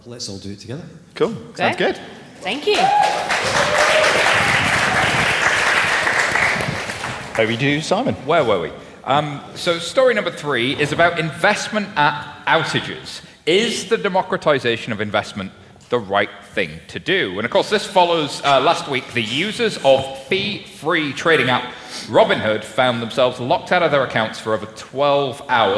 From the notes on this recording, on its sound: Recorded live in London